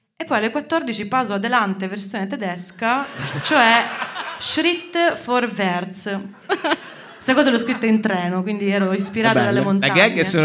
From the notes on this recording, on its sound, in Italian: live al teatro Franco Parenti di Milano